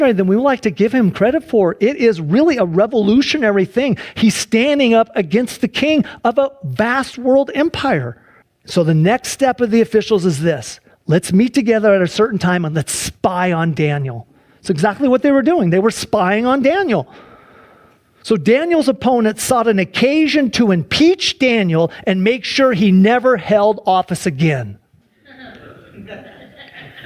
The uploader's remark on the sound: Sunday church service livestream